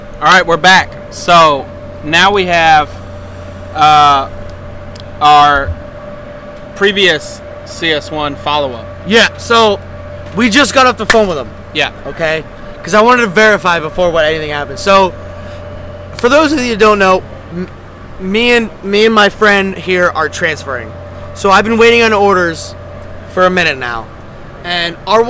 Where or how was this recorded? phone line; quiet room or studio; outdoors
outdoors